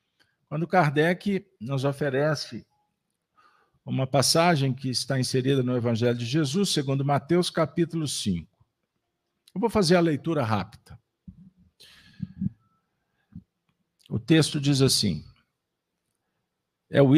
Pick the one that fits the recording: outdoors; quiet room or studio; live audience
live audience